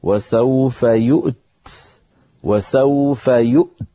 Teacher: انظروا إلى يؤتي في المثال الأول، أصلها يؤتي بوزن يفعل لأنه مضارع، فلما وصلناها بلفظ الجلالة سقطت ياؤها فصارت يؤتي الله، فإذا وقفنا عليها اضطرارا أو اختبارا نقف كالخط ونقول وسوف يؤت وسوف يؤت، طبعا فيها ثقل لأننا سنجمع في الوقف بين ساكنين